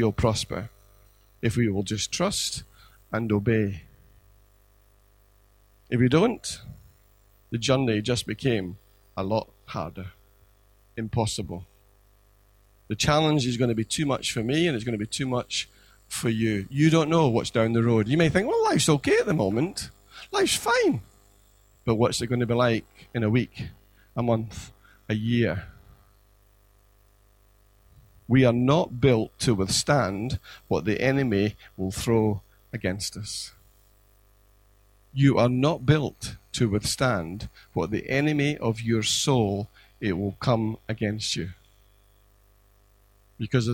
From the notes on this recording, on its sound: Recorded at freedomcentre church, Preston on Sunday 28th May 2017